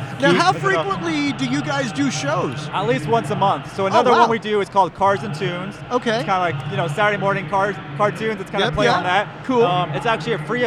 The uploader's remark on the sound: LIVE from Mecum Auto Auction – Houston, TX. Attend the annual Mecum Auto Auction and provide a unique spectator’s perspective on the event.